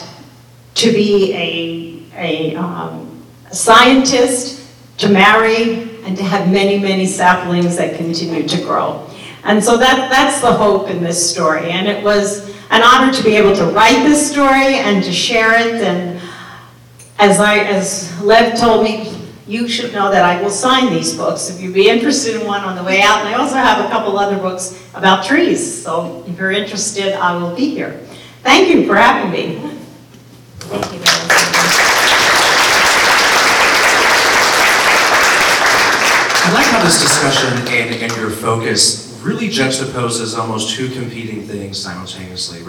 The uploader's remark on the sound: Enjoy this special edition of Mocktails and Masterpieces recorded live at the Ann Katz Festival with Indianapolis JCC on November 2023.